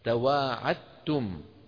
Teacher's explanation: ولو تواعدتم، قرأ أخونا الكريم ولو تواعدتم، تواعدتم انظر إليها في المصحف، هي تواعدتم لكن الدال الساكنة جاورت التاء فأبدلت الدال تاء فتجاور تاءان، الأولى ساكنة والثانية مضمومة يعني متحركة، فأضغمت التاء الأولى في التاء الثانية فصار النطق بتاء مشددة ما بقيت الدال